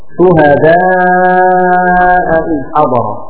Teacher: والمد هنا اربع خمس حركات · Term: مد متصل